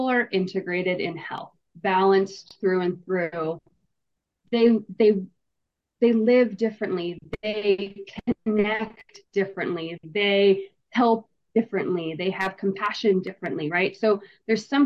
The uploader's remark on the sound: We experienced a few technical difficulties with this episode.